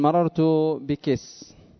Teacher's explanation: يزيدون على كاف المؤنث في الوقف سينا ليبينوا حركة الكاف · Term: كسكسة بكر